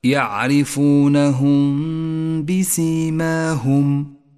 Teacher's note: بعد ذلك حكم الإخفاء الشفوي عند قوله تعالى يعرفونهم بسيماهم، جاءت الميم الساكنة وبعدها حرف الباء، نخفي الميم بالباء ولا نجافي بين الشفتين عند نطقها ولا نضغط عليهما، بل نتوسط في ذلك